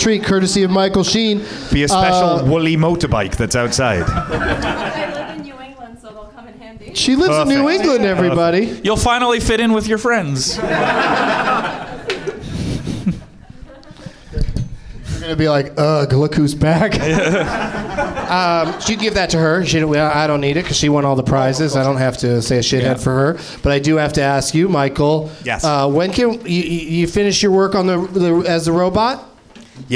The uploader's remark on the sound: Live from the NerdMelt Showroom in LA